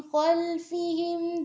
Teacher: خلفهم میں کیا ہے کہ خوا کو ہم نے ہیوی رکھنا ہے، اس کے ساتھ میں لام آ رہا ہے.